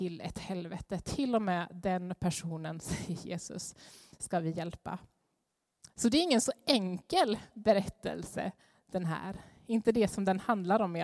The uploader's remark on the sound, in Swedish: Inspelning från Immanuelskyrkan Skövde.